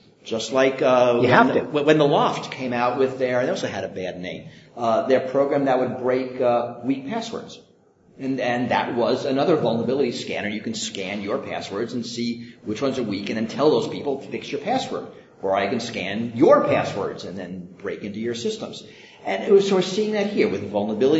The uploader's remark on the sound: at a live recording of the podcast at IAPP’s Privacy